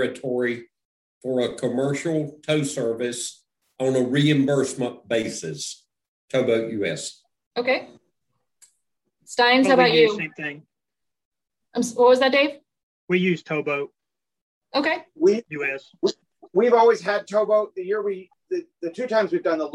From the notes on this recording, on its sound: The recorded Open Q&A session from the recent Virtual Spring Rendezvous. Takes questions from attendees on all things related to the Great Loop!